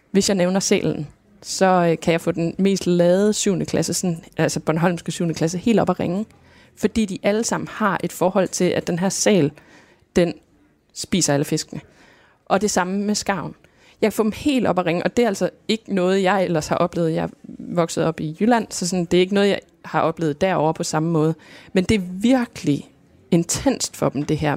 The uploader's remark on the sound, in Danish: Kraniebrud sender live fra Folkemødet, hvor vi har allieret os med forskere og en undervandsrobot.